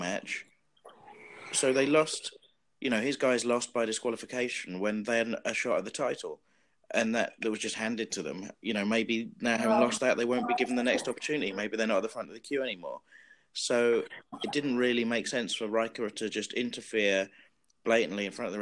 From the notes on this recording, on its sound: Oh dear, it’s the first ever Skype-call NXT generation podcast.